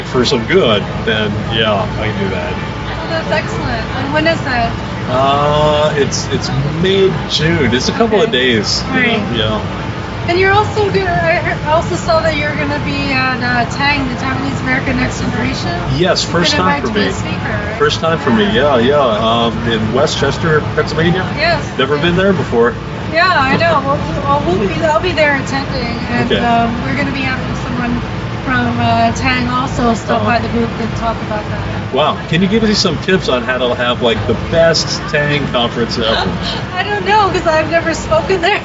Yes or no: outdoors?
yes